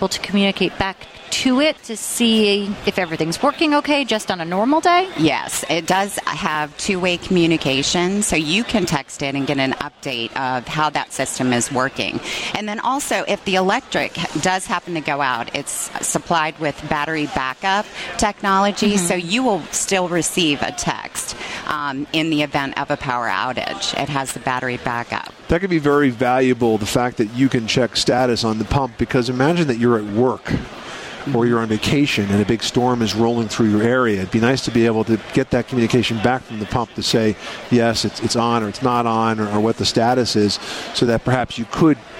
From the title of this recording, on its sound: Broadcasts from the Top Products Pavilion at the 2014 National Hardware Show